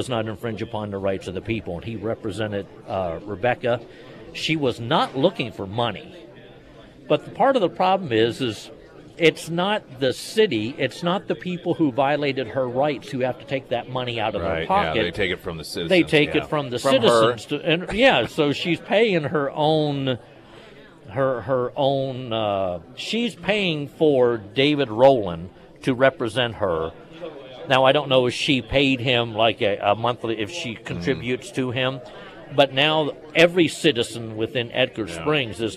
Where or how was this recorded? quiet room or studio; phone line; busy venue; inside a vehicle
busy venue